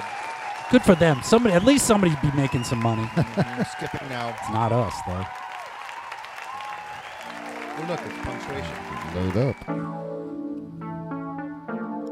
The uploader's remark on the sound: Filmed in front of a live Studio Audience.